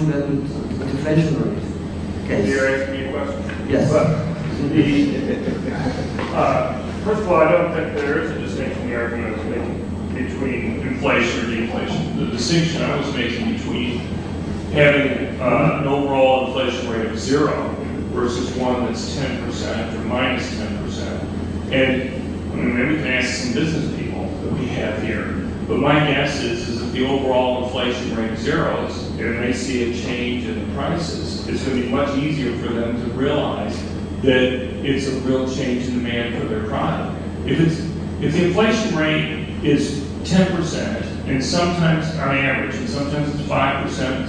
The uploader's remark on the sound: Better audio track in preparation… will replace the current track when ready. This lecture is from the 2008 meeting of the Property and Freedom Society.